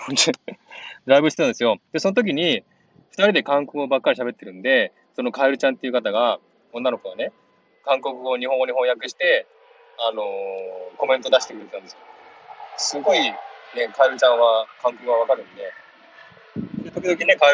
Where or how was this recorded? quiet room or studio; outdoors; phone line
outdoors